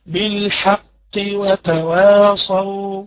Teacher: القاف ما تفخمهاش قوي لان هي ادنى مراتب التفخيم